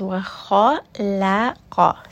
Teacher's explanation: make sure that you are making that switch from heavy, light, heavy